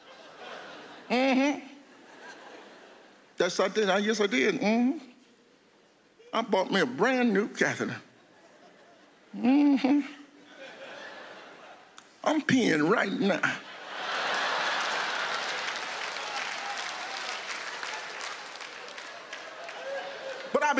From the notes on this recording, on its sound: stand up from the Just For Laughs Festival in 2016